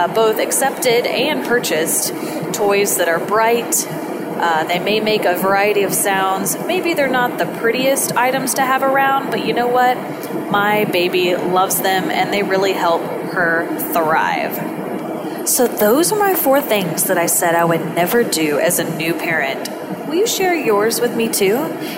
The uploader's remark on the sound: I recorded this episode from an airplane. Please forgive the less-than-ideal audio.